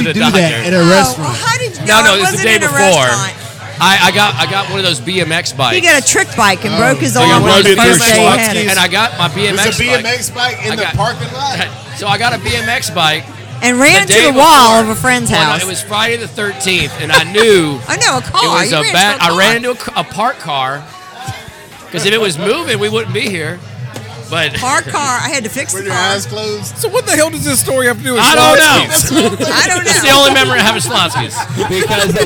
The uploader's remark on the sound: At The Villager Tavern to record an episode. Hillsboro Village.